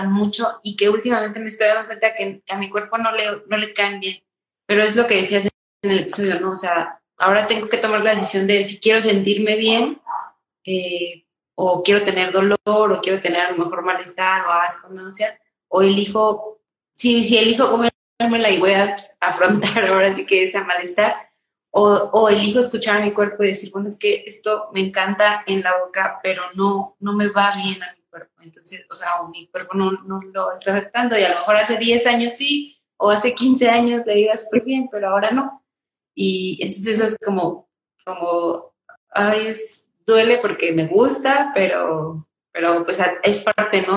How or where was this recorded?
video call